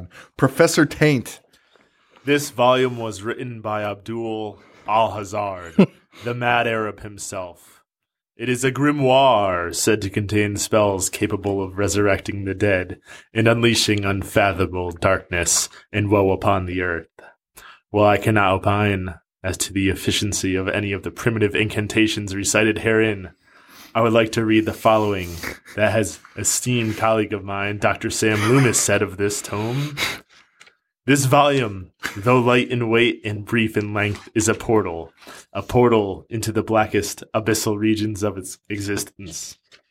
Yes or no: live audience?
no